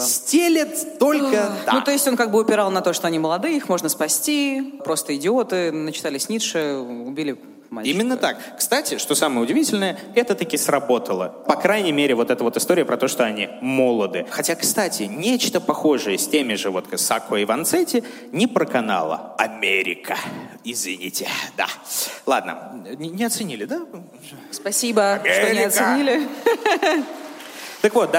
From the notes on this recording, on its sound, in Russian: Выпуск был записан на глазах у сотен человек в день трехлетия «Дневников Лоры Палны»